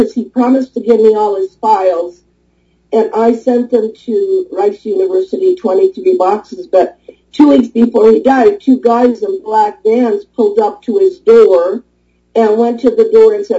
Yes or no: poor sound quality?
yes